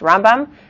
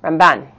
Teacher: Rambam, the accent, is on the first syllable. Ramban, the accent, is on the second syllable.